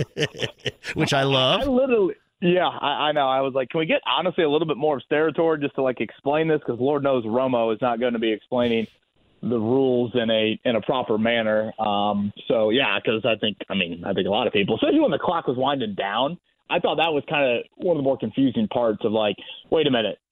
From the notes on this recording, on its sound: opens the phone lines up and takes some calls from listeners